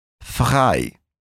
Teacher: O R do alemão é falado bem forte, normalmente no fundo da garganta.